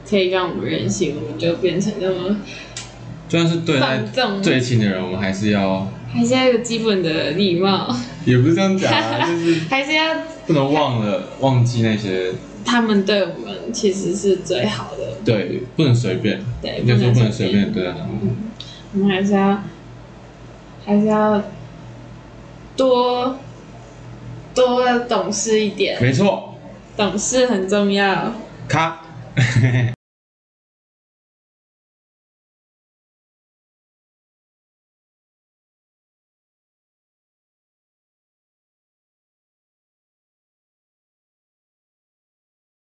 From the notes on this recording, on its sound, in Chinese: 這集設備出狀況，音質小爆請見諒。